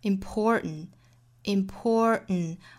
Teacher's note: important 这个词呢，我们注意里面有个卷舌音，后面这个字母 T 在美音里也是会鼻腔爆破的